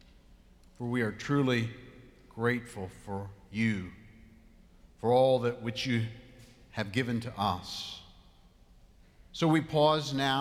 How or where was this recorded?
large echoing room